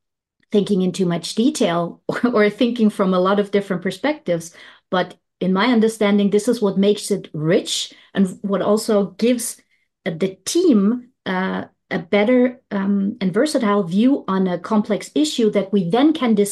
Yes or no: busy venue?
no